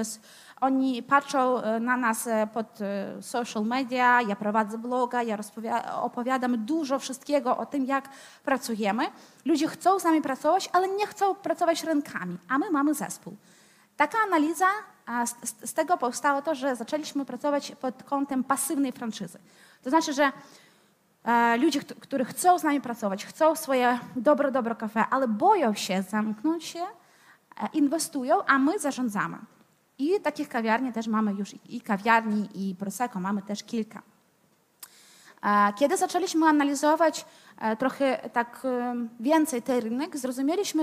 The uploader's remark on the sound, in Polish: Odcinek jest nagraniem wystąpienia z Weekendu Kapitalizmu - trzech dni celebracji wolności, niezależności i dobrego biznesu; prelekcji, debat i pokazów filmowych. W 2023 roku widzieliśmy się 24-26 marca w warszawskim Teatrze Palladium.